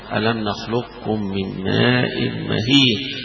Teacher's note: كأن حرف الاستعلاء القاف التفخيم بتاعها بيروح في الكاف · Term: مدغمة